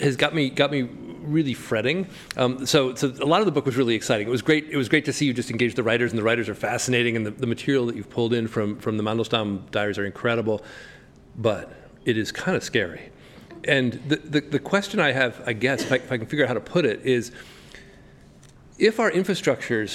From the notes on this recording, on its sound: before a live audience